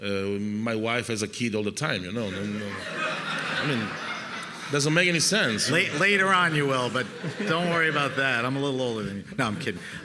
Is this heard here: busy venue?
yes